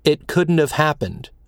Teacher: In negative modal perfects, the negative modal also receives stress.